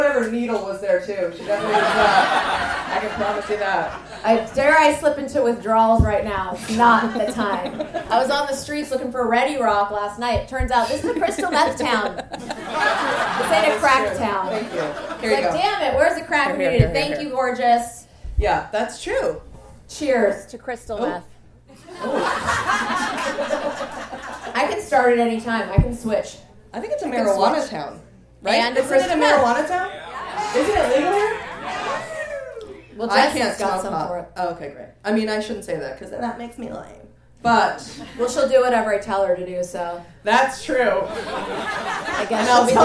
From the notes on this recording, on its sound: Record the podcast live in Portland. The audience (which consisted of 4 fans and 121 day-pass holders to the Portland Queer Comedy Festival) were simultaneously disturbed and curious.